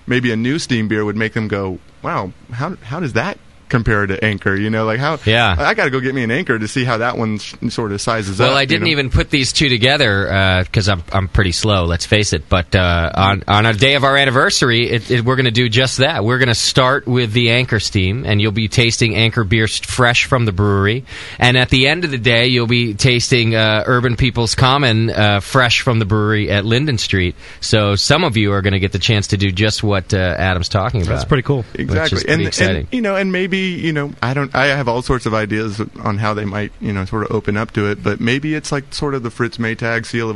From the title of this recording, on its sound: The Session 05-10-09 Linden Street Brewery